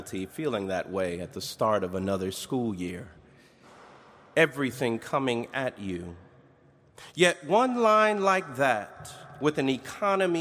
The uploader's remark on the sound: Preached on August 29, 2021, at Duke University Chapel.